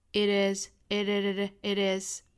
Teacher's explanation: possible 同样是 r 的元音，believe it is 这里面同样是做附加元的连读。好，那所以说这句话呢英式和美式的读法其实差别并不是很大，我们注意几个原因，这个 impossible 和 possible 还有这个 itis，那美式读法呢需要把这个中间的这个辅音 t 需要变成一个 flat t 的一个闪音